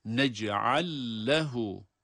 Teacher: Nec'al ayrı bir kelime, lehu ayrı bir kelime olmasına rağmen burada nec'al derken sondaki lam cezimli olduğu için kendisinden sonraki harekeli olan lam harfine idgam ediliyor